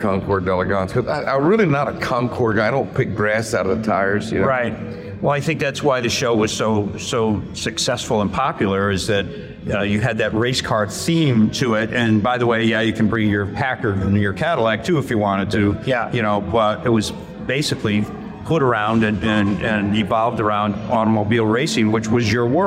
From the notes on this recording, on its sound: Live from the Chattanooga Motorcar festival